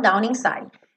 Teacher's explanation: down inside vai ligar naturalmente, consoante vogal, down inside.